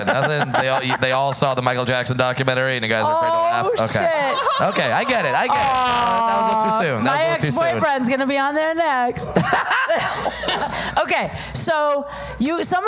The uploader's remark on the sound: DateFails LIVE at Saint Rocke.